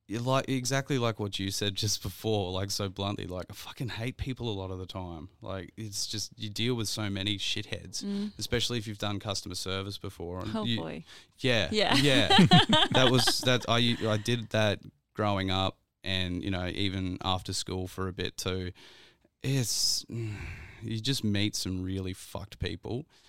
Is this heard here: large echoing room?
no